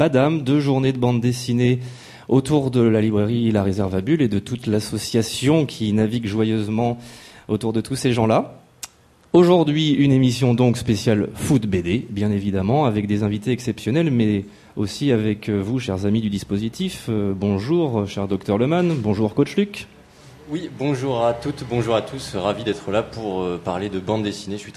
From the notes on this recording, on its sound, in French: Le festival de Bande Dessinée BADAM ! Réunir autour de la table, dressée à l’Autoportrait (voisin de la Réserve à Bulle – centre névralgique du festival).